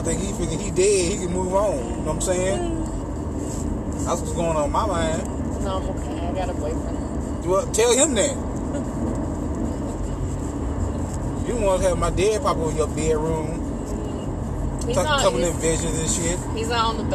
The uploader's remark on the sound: Bonus episode in the car